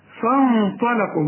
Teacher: الغنة جنب الطاء والطاء شخينة فحنغن الغنة وهي مفخمة